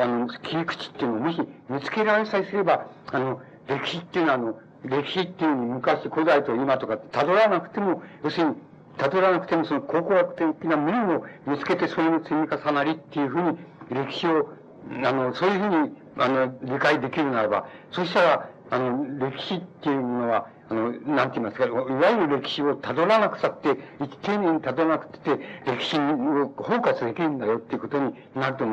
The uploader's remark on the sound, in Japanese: 主催：リブロ 池袋本店 場所：西武百貨店 池袋本店。音源は主催者提供だが、 全体的に少し音が割れている。冒頭に若干欠けている部分がある。